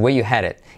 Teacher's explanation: Incluso nos podemos ahí saltar el R, decimos where you headed.